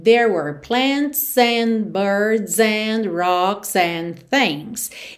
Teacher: E o D das palavras and não é pronunciado mesmo · Aqui é bem interessante você reparar como o S desses plurais vai ligando na próxima palavra